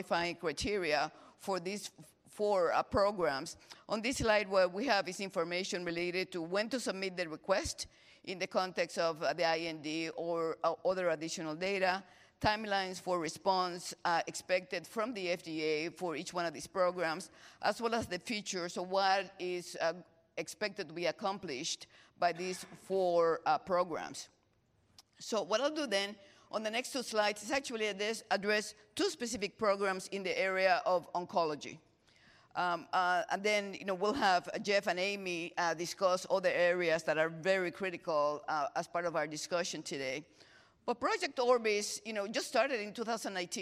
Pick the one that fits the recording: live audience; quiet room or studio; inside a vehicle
live audience